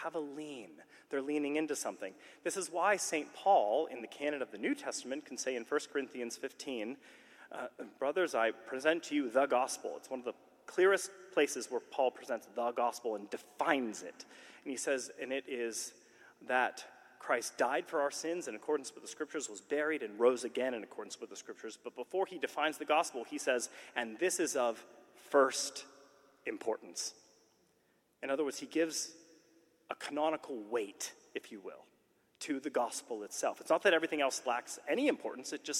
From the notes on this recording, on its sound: A talk from the 15th Annual Mockingbird Conference in NYC.